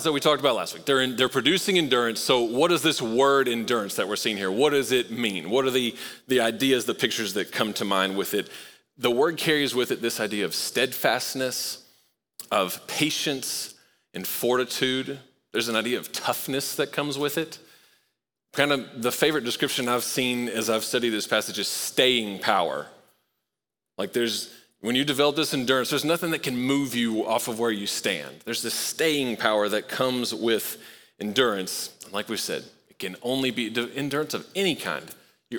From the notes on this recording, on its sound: Recorded live at Long Hollow Church.